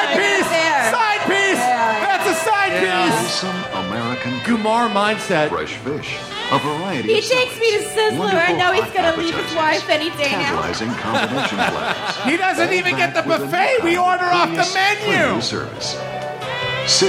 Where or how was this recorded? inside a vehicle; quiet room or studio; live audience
live audience